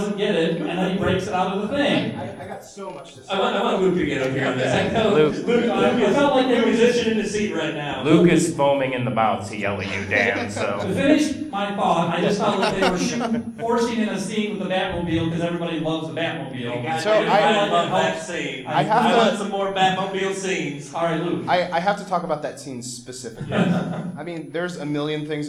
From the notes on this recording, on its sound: The Great Debate at Indiana Comic Con 2017. An interactive panel, our audience joined in to argue about their favorite films.